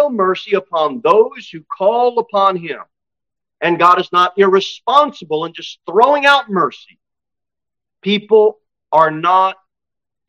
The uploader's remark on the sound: Sermon delivered at Pilgrim Baptist Church